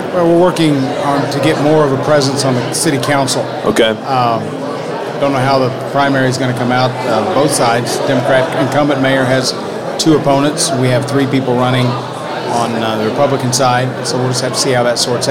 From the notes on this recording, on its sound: Live from the Lincoln Day.